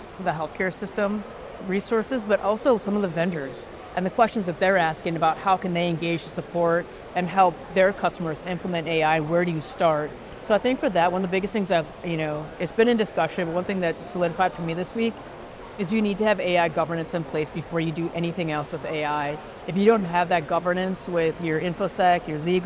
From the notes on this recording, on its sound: an Interview in Action live from the 2023 CHIME Fall Forum